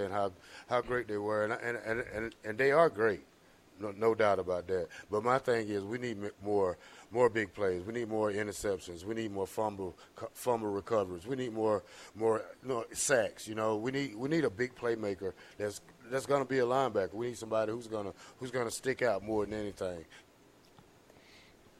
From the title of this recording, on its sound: LIVE from Wingstop